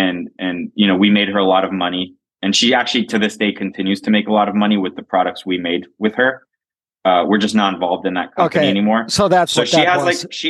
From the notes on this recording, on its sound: Recorded via Zoom at a Starbucks in somewhere in Miami.